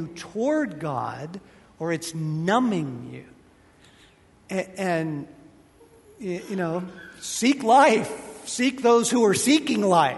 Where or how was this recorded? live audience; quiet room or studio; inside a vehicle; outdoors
live audience